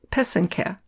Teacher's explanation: The accent is on the second syllable. An easy way to remember how to say it is that the first and third syllable rhyme.